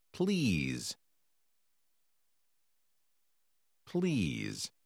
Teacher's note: إن حرف S في هذه الكلمة ينطق Z